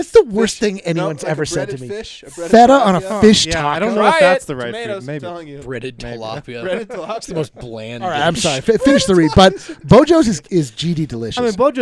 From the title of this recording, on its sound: Live from the Loser's Lounge